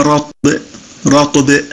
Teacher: قلقلة في الطاء وقلقلة في الباء